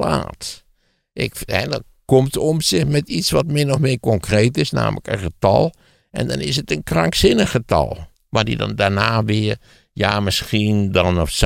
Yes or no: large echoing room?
no